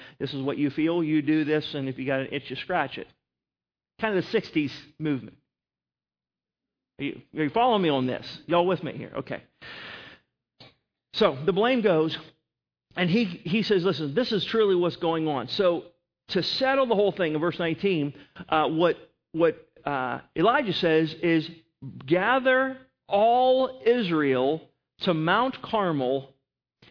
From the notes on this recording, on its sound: Sermon was recorded November 27, 2011 at Northside Baptist Church of Elkhart, Indiana